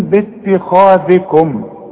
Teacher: كل الكلمة دي ما فيهاش الا الخاء مفخمة